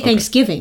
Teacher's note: and I'm putting the emphasis on thanks